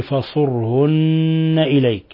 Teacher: فصرهن إليك هنا أيضا مثال آخر لحرف الغنة المشدد، النون مشددة فتغن مقدار حركتين، فصارت حرف غنة مشدد فصرهن إليك.